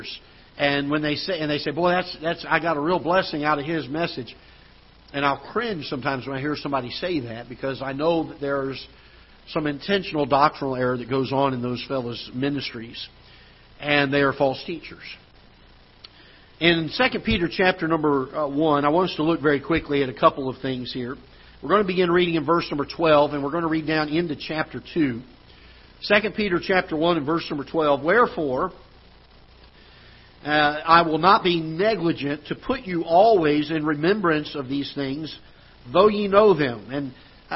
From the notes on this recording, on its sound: Ketha Heights Baptist Church ~ Live Broadcast.